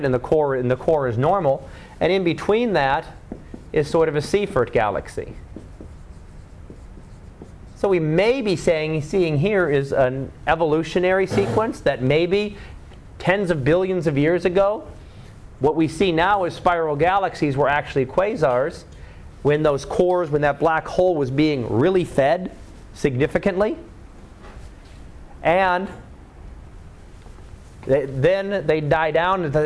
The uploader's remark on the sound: Live Class Lecture